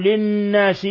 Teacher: حرف غنة مشدد، يغن مقدار حركتين